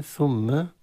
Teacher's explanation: ثم الميم مشددة حكمها الغنة